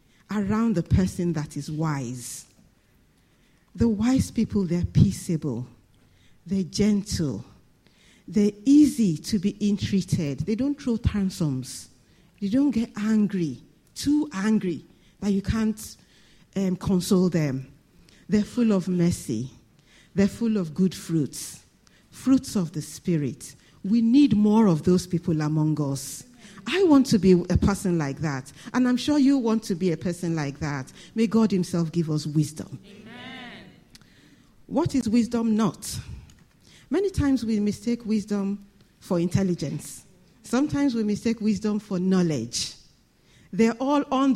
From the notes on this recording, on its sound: This Sunday Service message preached